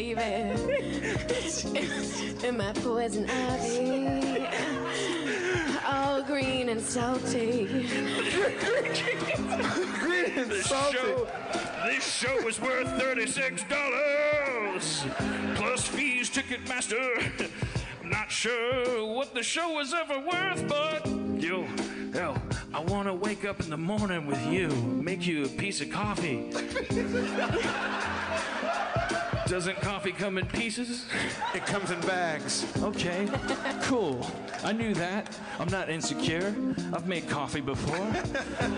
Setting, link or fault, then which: setting, live audience